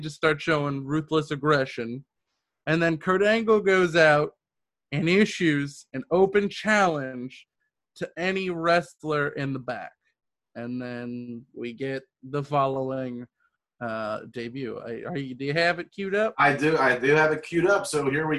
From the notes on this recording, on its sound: Well Zoom lets us down a little on the audio within the episode